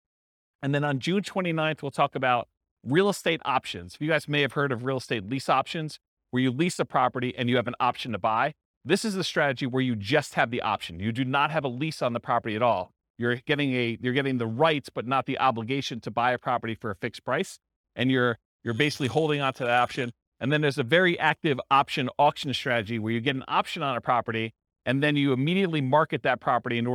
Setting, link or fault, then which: setting, live audience